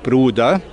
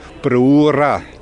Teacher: Sonst in anderen schwäbischen Gemeinden Bruder und im Neudorferischen Brura. Das D wird zu R. Deswegen nennt man das R-Rotation. · Shown in: second take